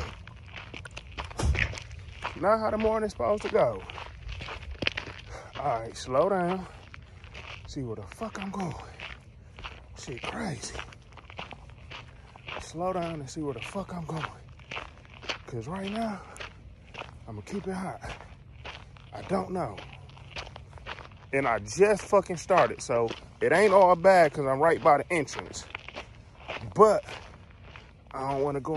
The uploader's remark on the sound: Then I go on scene in the mountains and get lost, On location at the beginning construction of the Super Bowl, getting exclusive interviews from the builders.